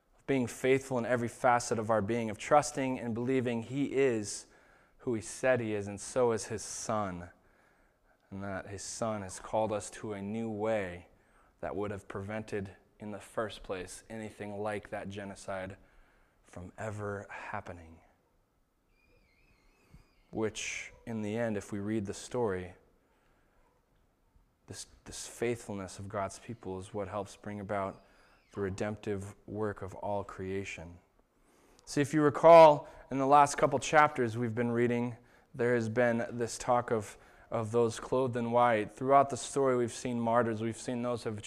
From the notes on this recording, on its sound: This was the sermon that was preached at Shelton Church of the Nazarene on September 22nd, 2019